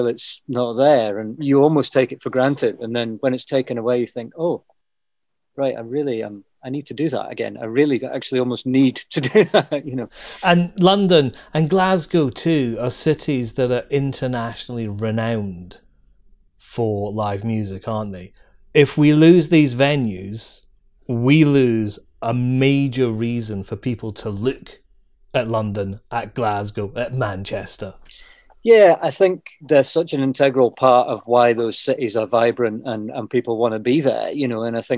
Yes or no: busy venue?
no